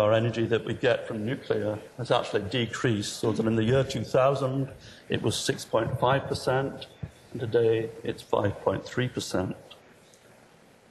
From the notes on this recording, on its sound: Inaugural IFE Grand Challenge Lecture, recorded 8 March 2013 at QUT.